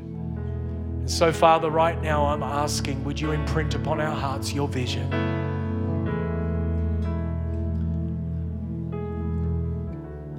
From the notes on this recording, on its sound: Originally Recorded at Neuma Church Melbourne City the 11AM AEST on the 5th of February, 2023